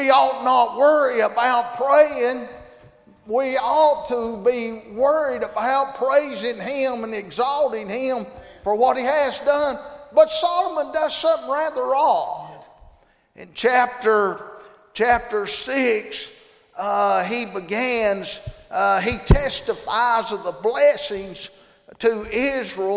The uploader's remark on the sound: Monday Evening service at Calvary Baptist